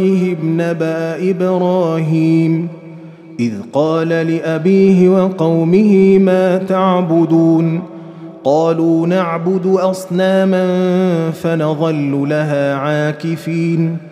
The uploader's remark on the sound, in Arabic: مسجل من صلاة التراويح بمسجد السلام بحي مشرفة بجدة.